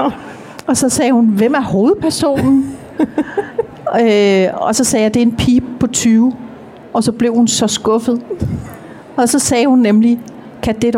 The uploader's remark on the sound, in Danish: Dette afsnit er optaget live fra Bogklubbens scenen på Bogforum 2018.